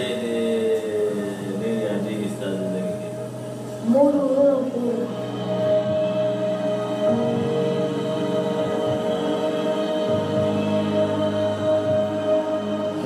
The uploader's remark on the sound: Recorded at our 11am Celebration on Sunday 9th October 2016 at our Storehouse Venue